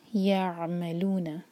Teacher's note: عین پر جھٹکا نہ آئے اور حلق سے پڑھیں گے عین کو